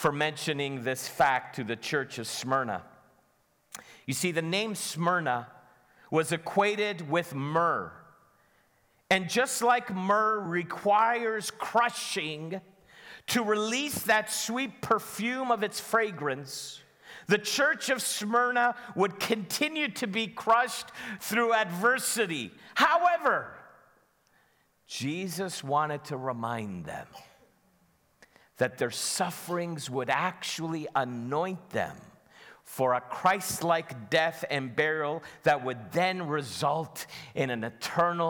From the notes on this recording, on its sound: Sunday Service live broadcast